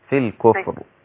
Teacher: الراء مش مش مقلقلة. الراء ساكنة. ساكنة مفخمة.